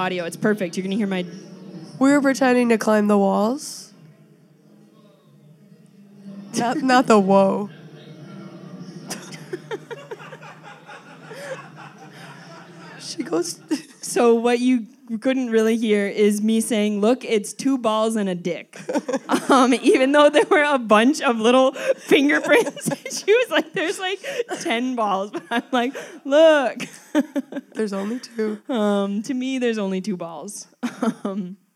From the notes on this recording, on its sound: LIVE SHOW! Live from Highland Park's own Outside In theater!